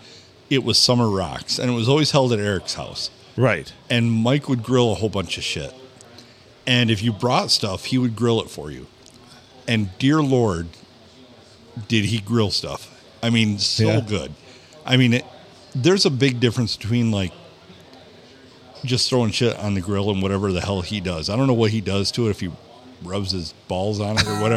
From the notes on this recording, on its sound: Recorded in Deckerville at the Silver Tavern, the Olde STD on a Monday night.